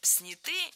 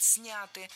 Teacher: В этом слове ударяем первый слог. · Shown in: second take